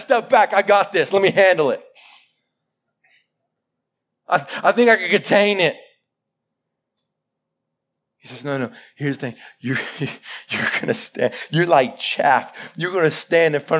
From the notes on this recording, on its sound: Live sermon recorded 11-July-2021